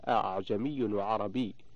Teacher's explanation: تقرأ بالتسهيل أي بتسهيل الهمزة الثانية بينها وبين الألف وجها واحدا فقط لا يجوز له غيره.